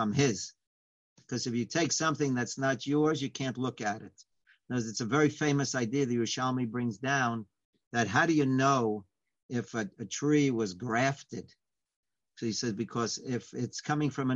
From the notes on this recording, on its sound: Live On Zoom: 6-10-2020.